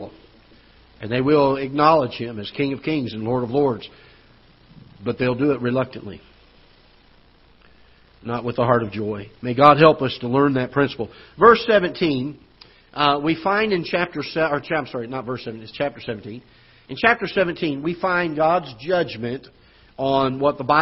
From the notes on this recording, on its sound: Ketha Heights Baptist Church ~ Live Broadcast.